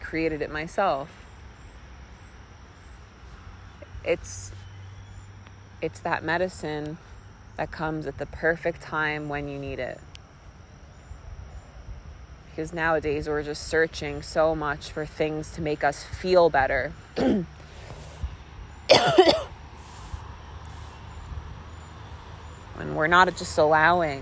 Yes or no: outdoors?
yes